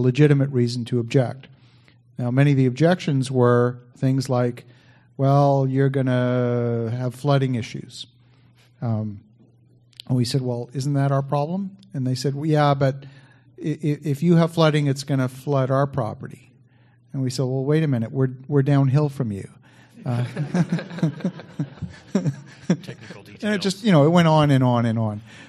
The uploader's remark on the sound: on stage at the Ottawa Real Estate Investors Organization